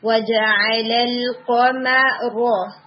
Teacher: جیسے یہ ورڈ تھا وجعل القمر، تو یہ بالکل ایک جیسے تینوں لیٹرز ایک جیسے لگ رہے تھے. اس میں قوف ہیوی کریں گے، را ہیوی کریں گے اور میڈل والا میم لائٹ ہوگا